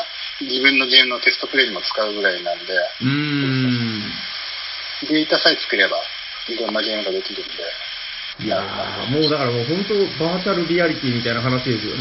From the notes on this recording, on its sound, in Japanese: 収録の環境上、全体的に音質的に聞きづらくなっております。